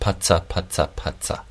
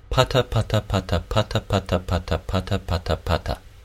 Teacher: Should be none of that ts kind of sound. · Shown in: second take